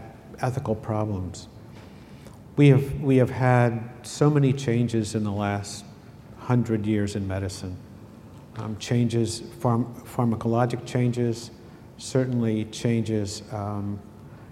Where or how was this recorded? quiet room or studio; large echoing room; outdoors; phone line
large echoing room